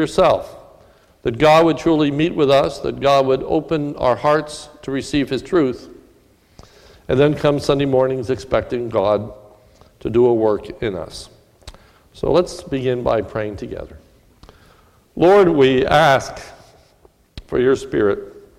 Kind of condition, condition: setting, large echoing room